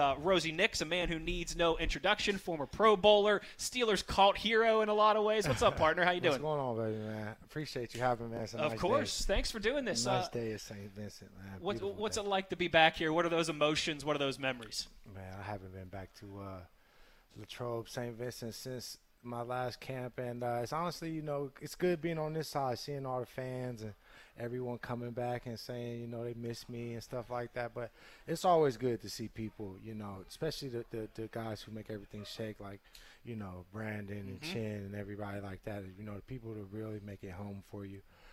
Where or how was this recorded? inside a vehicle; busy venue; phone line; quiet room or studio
busy venue